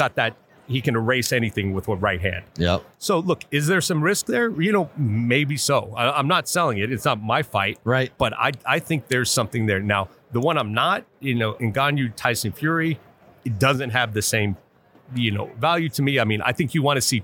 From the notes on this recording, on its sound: Super Bowl Radio Row Day 3. Live from Radio Row Day 3.